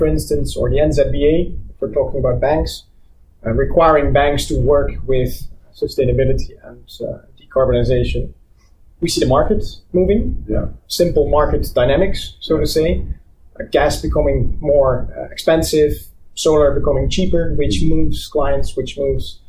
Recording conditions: poor sound quality